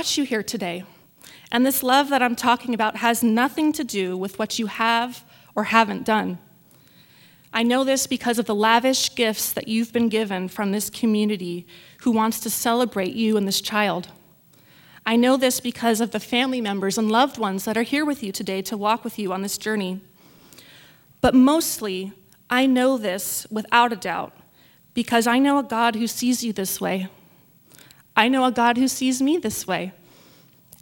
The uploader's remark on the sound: This message was recorded in front of a live audience at the 2016 Birth Choice of Temecula Baby Shower event hosted by Rancho Community Church in Temecula, CA.